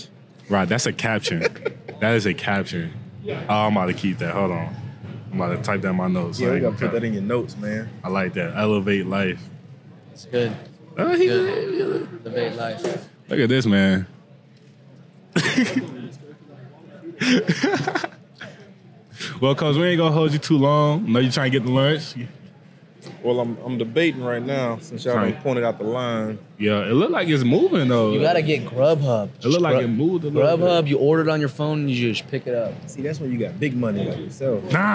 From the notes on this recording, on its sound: Recorded at Oklahoma State's Student Union on Thursday, January 25, 2024.